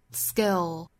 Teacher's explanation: dark L 了，就是 skill。舌尖抵上齿音，不要卷得过多，就只在上齿音的位置抵住发声